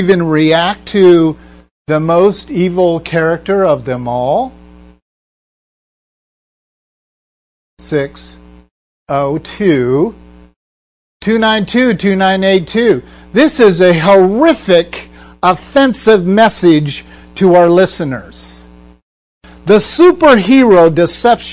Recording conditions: hum or buzz